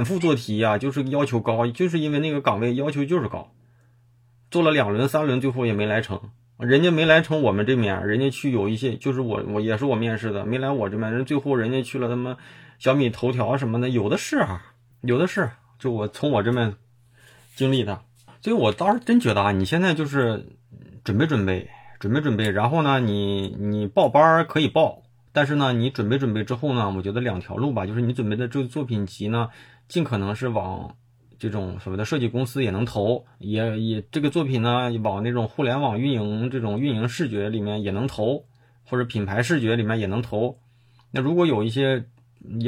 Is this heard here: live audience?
no